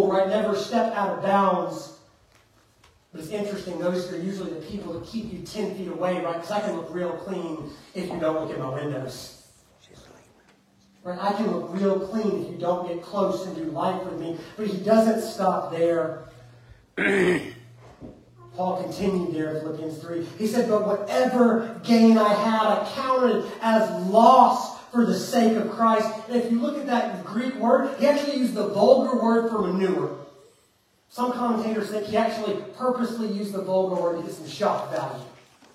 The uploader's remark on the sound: Preached at Fairview Church in Montgomery, Alabama on December 17th, 2023.